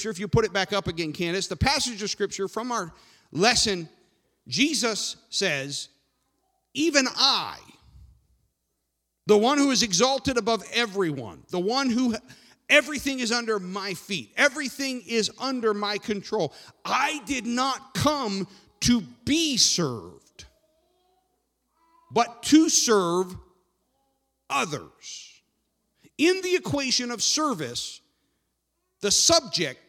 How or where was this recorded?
large echoing room